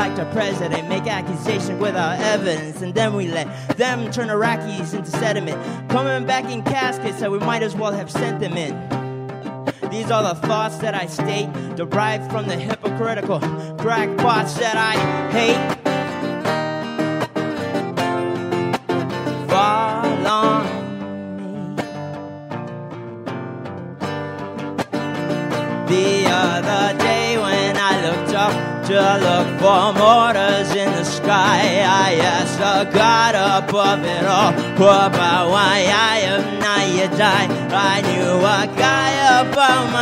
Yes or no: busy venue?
yes